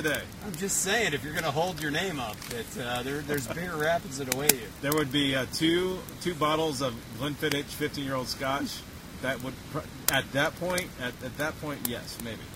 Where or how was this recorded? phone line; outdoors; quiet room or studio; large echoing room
outdoors